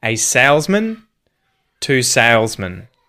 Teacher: there's also going to be a schwa at the end of the word salesman. So, whether it's salesman, as in a salesman, or two salesmen, both of those will get contracted and man and men will become men with the schwa.